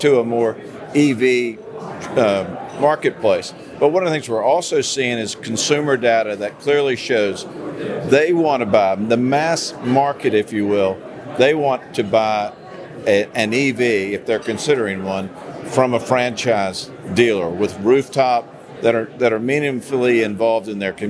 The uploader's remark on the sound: ASOTU was on the ground during the 2023 NADA Show